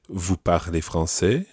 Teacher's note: Now, he could have said, vous parlez français, raising his voice at the end, asking the question